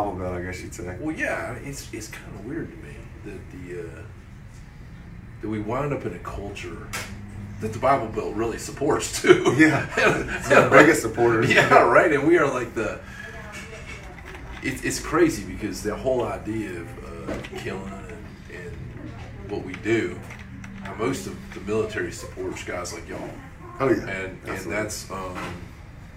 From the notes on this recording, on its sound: Recorded in South Carolina at Siren's Cove Tattoo.